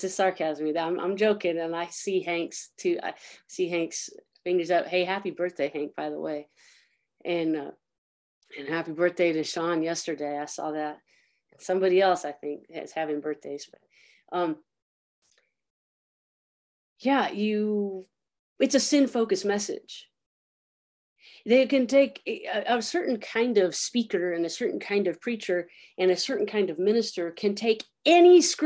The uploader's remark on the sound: Zoom Chruch.